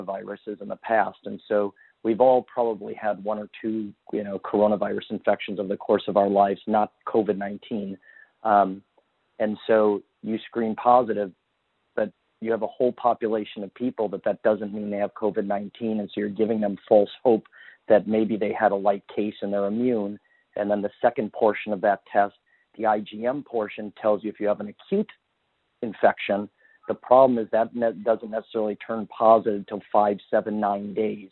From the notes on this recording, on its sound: This track is the audio of the COVID-19 telephone town hall Rep. Listeners submitted their questions to be answered live.